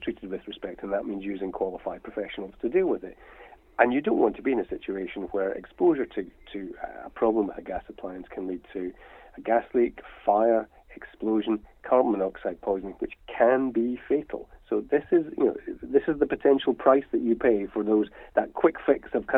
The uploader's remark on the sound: joining us on the phone for a chat